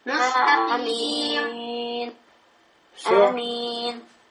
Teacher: Долгота 4 огласовки, 5, можно 6, но не больше 6. · Term: маддун арид